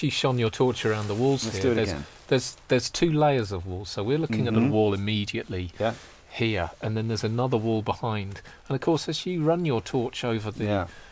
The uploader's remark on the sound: Sat in a final fragment of Dunwich’s 10th century Greyfriars Monastery, near a single tombstone of All Saints Churchyard, we record this podcast at night in one of the “most haunted places in England”.